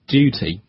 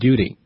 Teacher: 英式英语中这个辅音发音的更清晰，发音更清晰，更加清脆 · Shown in: first take · ，而且呢、 okay. 一般都不浊化。